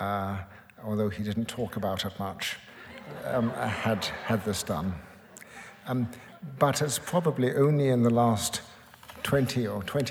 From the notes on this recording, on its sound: It was recorded on February 10, 2011 in front of a live audience at New York's 92nd Street Y.